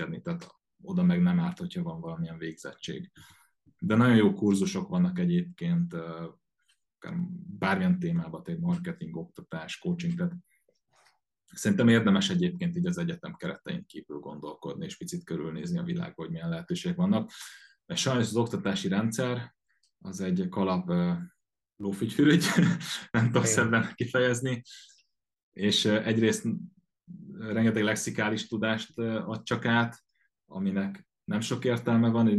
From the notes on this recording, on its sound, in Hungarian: az interjút ONLINE rögzítettük